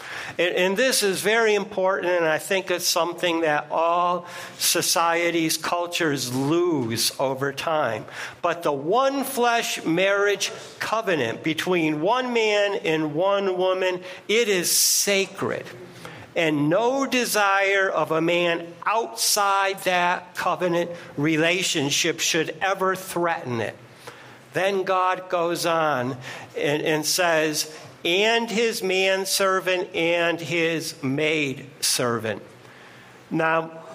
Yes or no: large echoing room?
yes